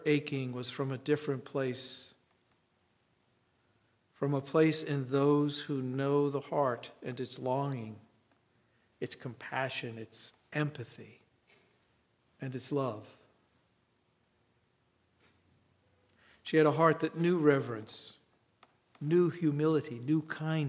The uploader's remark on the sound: An audio file from our Easter Sunday Worship